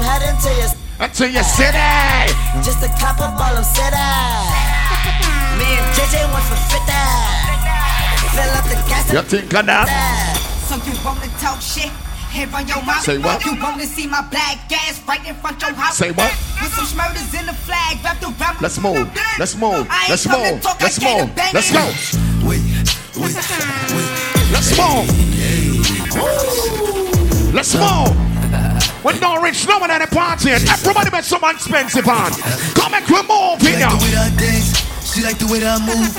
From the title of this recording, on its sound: Big Vibes Tuesdays 12/27/22 (LIVE AUDIO)